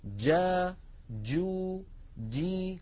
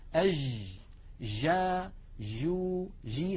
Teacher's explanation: جيم رخوة، جيم هي ولكنها ليست الجيم الفصيحة المنقولة لنا في التلاوة القرآنية · Shown in: second take · الجيم التي نقلت لنا من تلاوة رسول الله صلى الله عليه وسلم والعرب المعاصرين له جيم شديدة، الحج، ولا نقول الحج، هذه لا تصح أبدا.